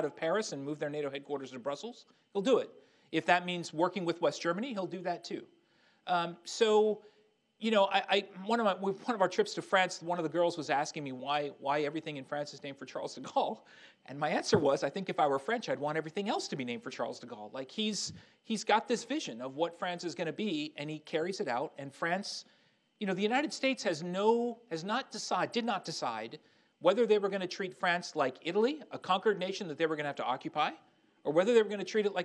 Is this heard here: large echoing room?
yes